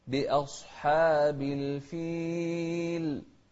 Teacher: بأ والصاد مفخمة والحاء مرققة